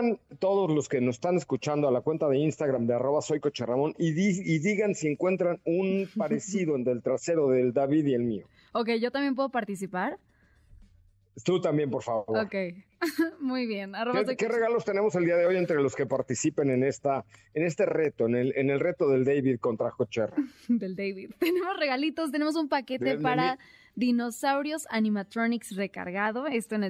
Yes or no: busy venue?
no